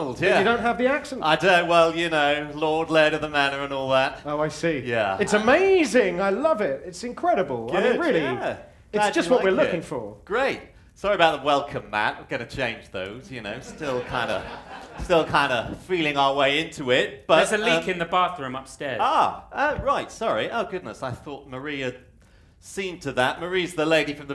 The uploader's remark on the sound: The Society of Strange improvises a weird tale in front of a live audience.